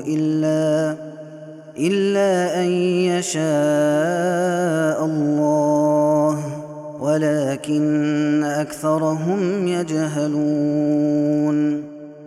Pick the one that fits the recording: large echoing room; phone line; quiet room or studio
large echoing room